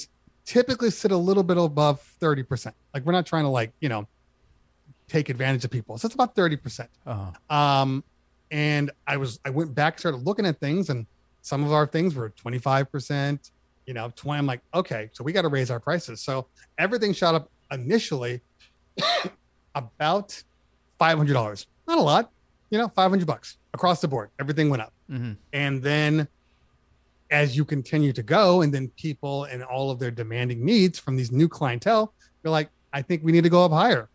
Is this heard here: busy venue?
no